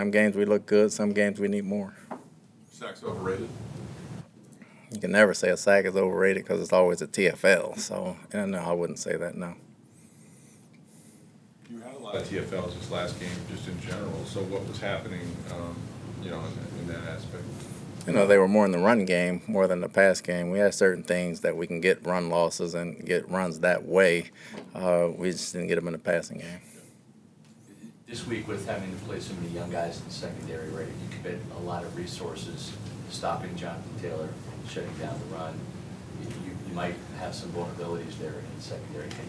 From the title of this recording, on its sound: Press Conference